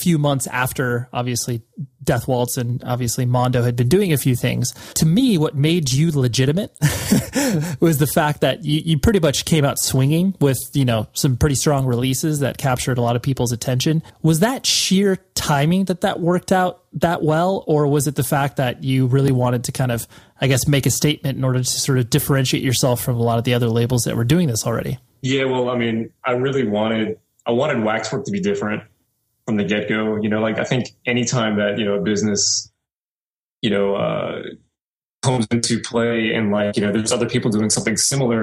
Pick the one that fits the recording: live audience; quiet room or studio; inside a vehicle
quiet room or studio